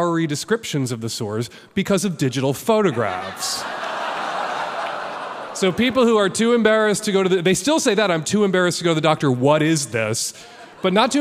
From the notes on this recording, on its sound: LIVE from The Castro Theatre in San Francisco, California.